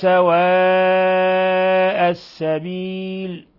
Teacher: سواء هذا مد متصل يمد من 4 إلى 5 حركات. السبيل هذه لام شمسية، أس راحت اللام، أضغمت اللام في السين.